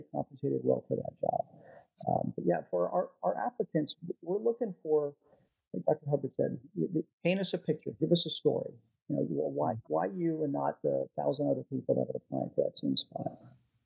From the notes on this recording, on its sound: Unfortunately, we ran into some audio issues with this episode that we were unable to resolve. Please excuse the audio quality for this episode as a result.